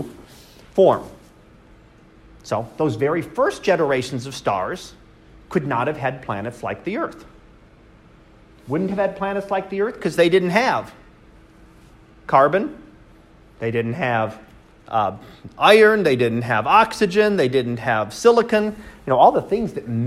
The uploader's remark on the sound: Live Class Lecture